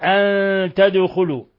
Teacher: ولا يفوتنك قلقلة الدال في قوله تدخلوا لأن الدال من حروف قطب جد